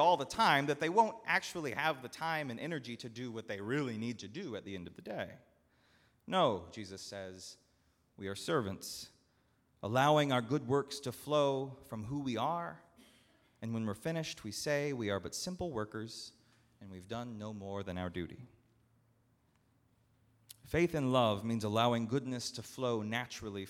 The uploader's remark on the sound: At Northminster Church on October 6, 2019.